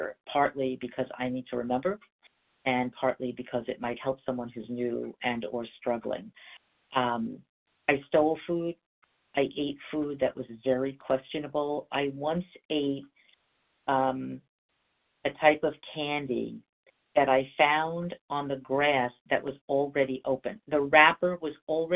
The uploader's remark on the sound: from the 100 Pounders Phone Meeting